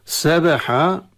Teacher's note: سبحة القلقلة في الباء، لأن الباء ساكنة